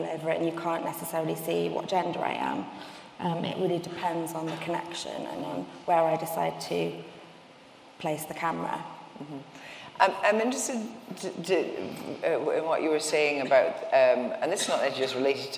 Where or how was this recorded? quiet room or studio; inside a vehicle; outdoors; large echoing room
large echoing room